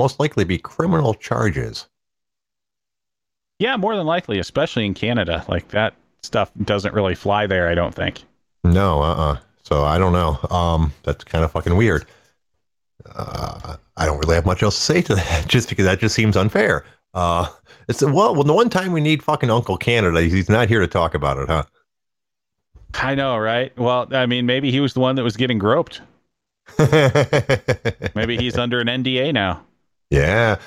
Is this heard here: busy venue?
no